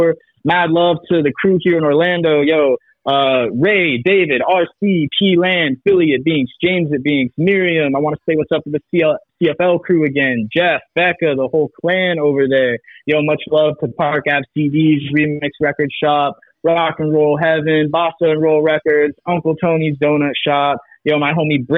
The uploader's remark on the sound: Via Telephone: Orlando, Florida is where we are taking a trip.